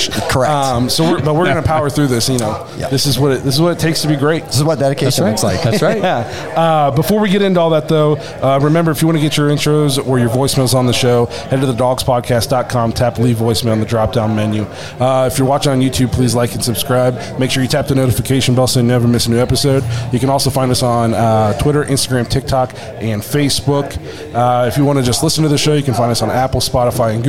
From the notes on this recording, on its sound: We record LIVE from Shenanigans Bar & Grill in Dover, Ohio with the Tuscarawas County Browns Backers.